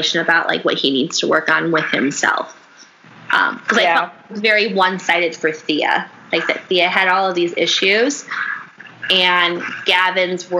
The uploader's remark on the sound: Please excuse any background noise; the noise was a fan b/c it was 95 degrees in Chicago that day.